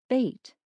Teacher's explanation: bait has a long vowel that is pronounced with the tongue about midway in the mouth. If speakers of a certain dialect start pronouncing the vowel of bait slightly higher in the mouth, it starts to sound more like beat.